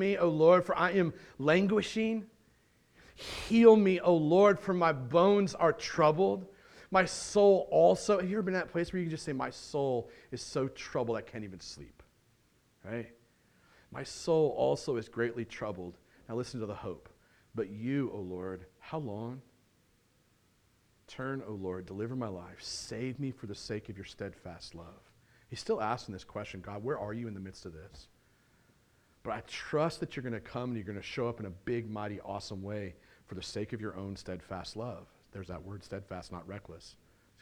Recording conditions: large echoing room